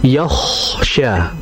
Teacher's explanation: kho itu dia sifatnya hames, dia sifatnya mengalir, dan dia tebal. Maka dibaca yakhsha, jangan yakhsha, tapi yakhsha seperti itu.